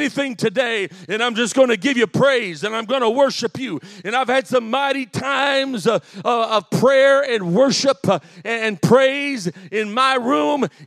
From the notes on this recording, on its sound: The following is a full sermon I delivered recently at my home church in Harvey, IL.